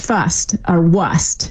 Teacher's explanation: And we see around the 15th century, the first hints that R's ever started to get dropped, primarily in words where it was like R-S-T, like first or worst · Term: R starting to drop